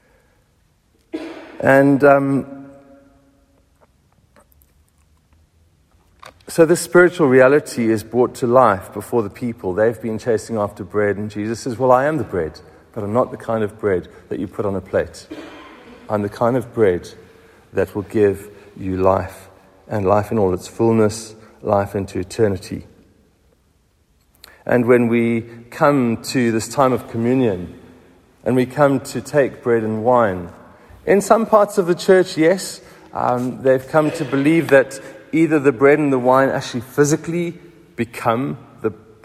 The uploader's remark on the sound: Recorded at the 7:45am Sunday service on 26th February 2023